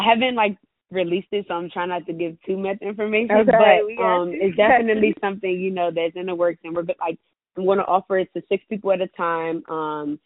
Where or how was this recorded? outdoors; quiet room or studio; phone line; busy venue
phone line